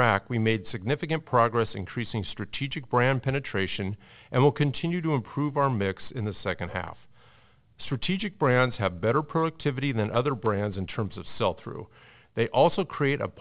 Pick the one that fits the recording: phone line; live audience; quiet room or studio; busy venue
phone line